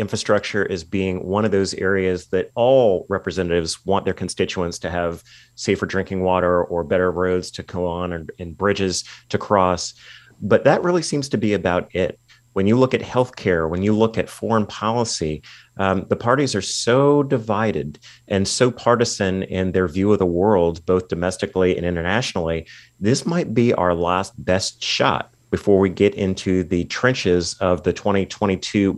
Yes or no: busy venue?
no